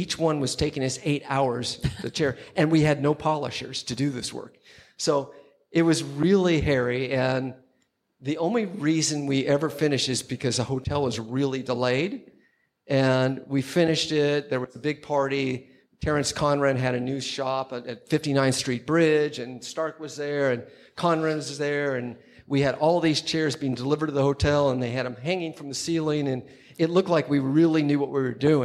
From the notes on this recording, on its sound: Special thanks to WantedDesign for hosting this episode of Clever LIVE at their event during NYCxDesign.